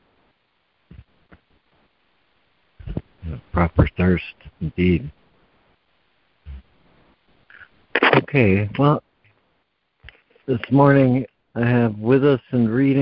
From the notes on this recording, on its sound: ACIM Daily Conference Call